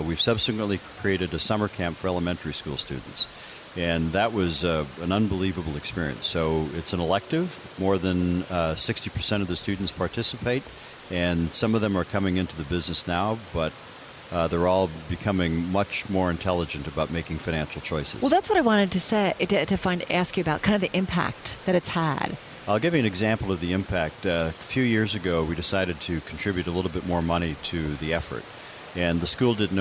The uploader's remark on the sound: Live from BNY Mellon Insite 2018 Conference.